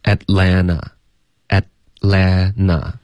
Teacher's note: 一个 N 加一个 T 加一个元音，在美式发音中这个 T 的音几乎肯定会省略